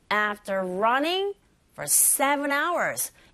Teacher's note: 이때 전치사 for는요, 길게 발음하시면 안 되죠. 전치사이기 때문에 기능어에 속합니다.